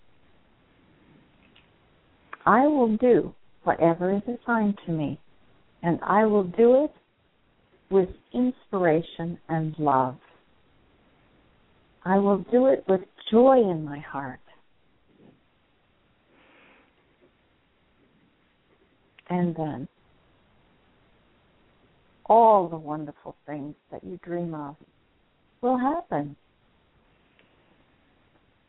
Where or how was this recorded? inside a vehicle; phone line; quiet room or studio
phone line